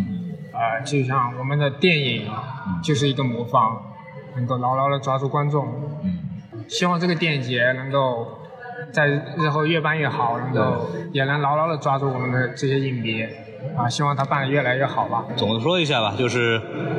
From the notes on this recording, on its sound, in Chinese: 本节目为影展现场录制，音质草率请注意收听。在平遥电影宫的现场给大家录了一期简单的节目。